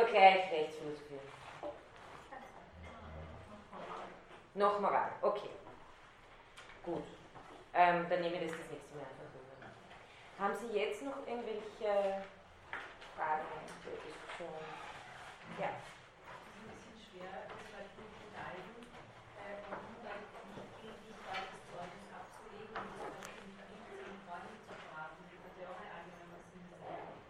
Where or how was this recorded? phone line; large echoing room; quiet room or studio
large echoing room